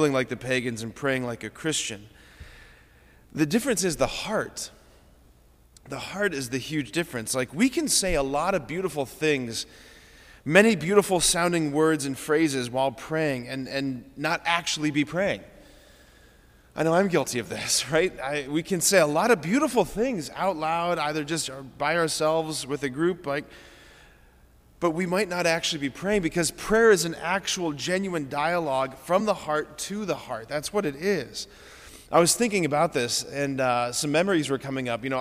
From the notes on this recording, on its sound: preached this homily on February 20, 2024 at Sacred Heart of Jesus Catholic Church in Wadsworth, OH